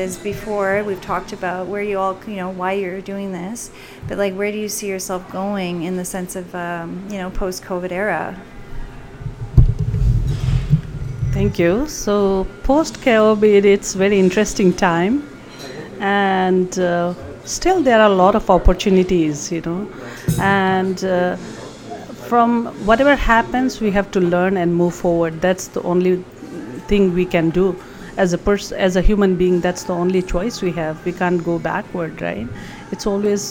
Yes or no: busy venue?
yes